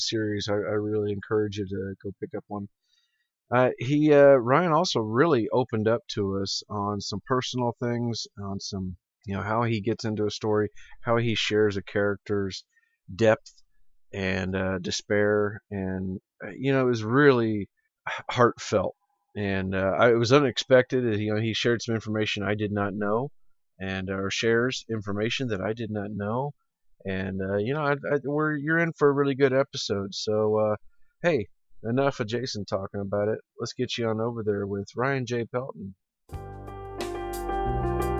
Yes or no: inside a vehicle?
no